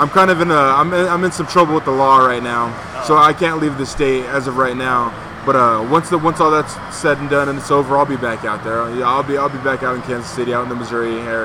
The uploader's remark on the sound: The Wrestling With Altitude podcast is on location at the Rackhouse Pub in Denver, CO for the very first onsite recording